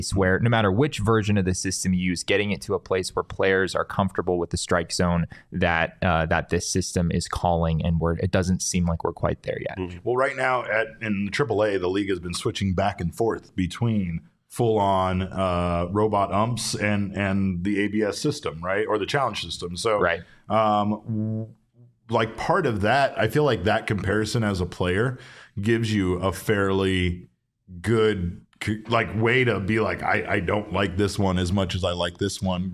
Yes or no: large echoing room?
no